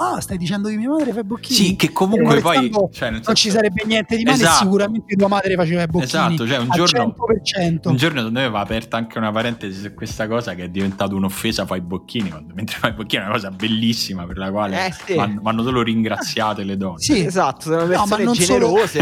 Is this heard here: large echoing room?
no